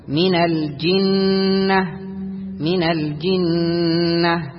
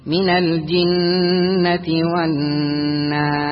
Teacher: هنا صوت يخرج من الخيشوم بمقدار حركتين · Term: غنة الميم والنون